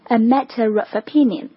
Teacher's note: J 的那个音标。那什么时候用这个 r 这个音？当前一个元音是以 a 或者是 o 结尾的时候，我们会在第二个单词的元音开头前面加一个这个 r 这个音。比如说我们说到观点的时候哈， a matter ofopinion，连读之后就变成了 a matter ofopinion。前面的这个 matter 结尾的这个 a 的音跟后面 of 在做连读的时候，中间这个很自然的加入了一个 r 这样的一个音